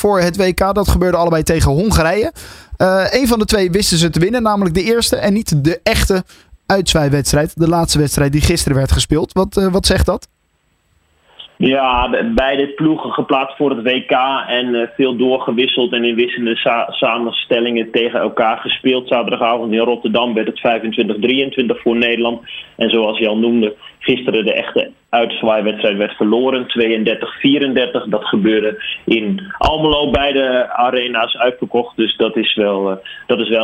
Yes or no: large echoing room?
no